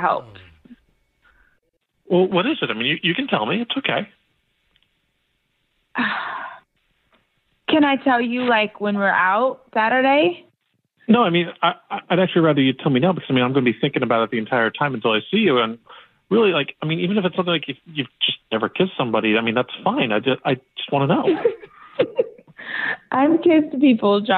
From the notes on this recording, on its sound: today’s Awkward Tuesday Phone call